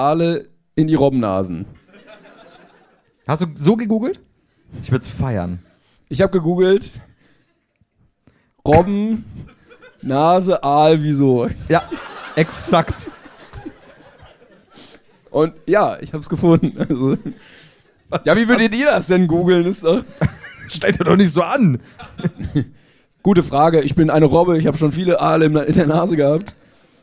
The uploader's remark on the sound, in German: LIVE in Köln